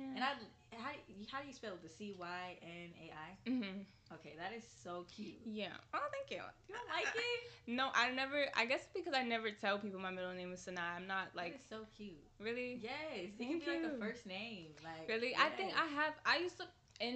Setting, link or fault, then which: fault, uneven or low level